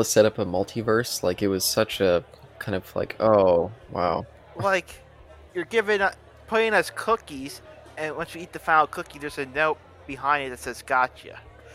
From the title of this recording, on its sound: A Bar-side chat